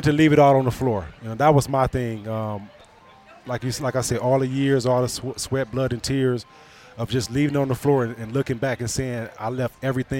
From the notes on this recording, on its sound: live from the new Ascend Sports Book at Soaring Eagle Casino and Resort